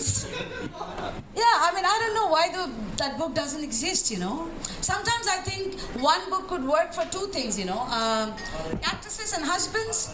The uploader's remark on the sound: Live at One Night In Saigon.